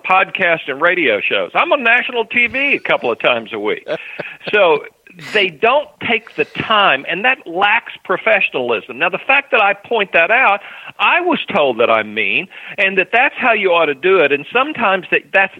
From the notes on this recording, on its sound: Call in Question and Answer Show